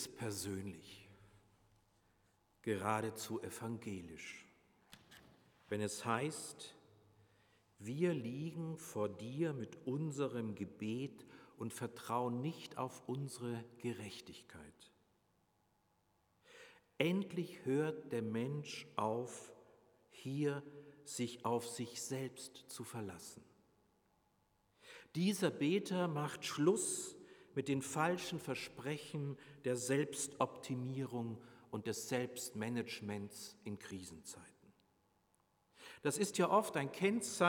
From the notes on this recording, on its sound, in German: Predigt Pauluskirche.